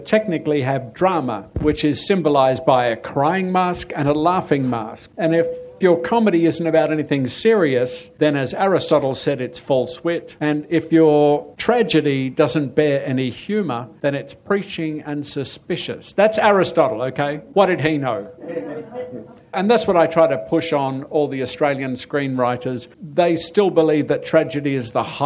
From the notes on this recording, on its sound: Live hang out at Sydney Skeptics In The Pub.